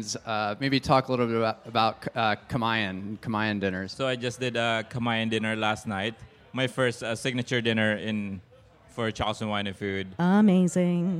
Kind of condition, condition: setting, busy venue